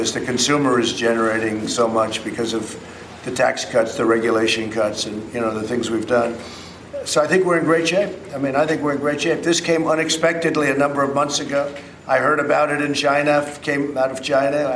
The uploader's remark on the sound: live from The New York Stock Exchange